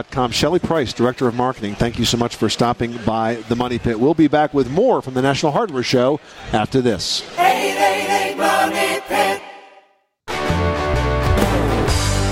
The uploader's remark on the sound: Broadcasts from the Top Products Pavilion at the 2014 National Hardware Show